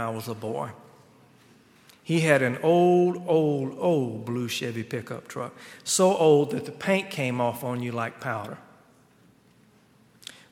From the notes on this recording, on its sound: on Sunday, June 16, 2019, at Highland Baptist Church